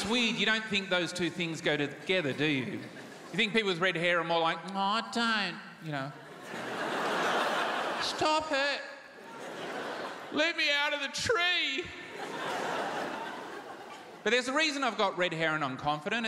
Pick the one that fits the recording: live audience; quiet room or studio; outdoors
live audience